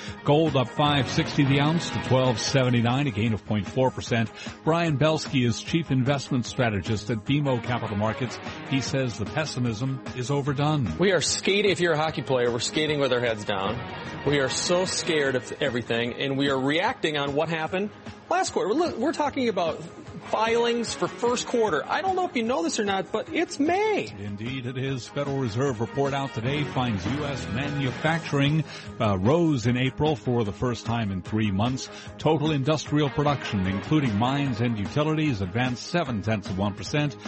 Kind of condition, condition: setting, busy venue